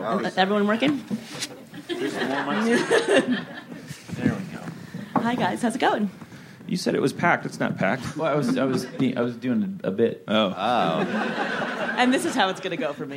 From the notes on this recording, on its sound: Recorded at ATX Television Fest in June 2015.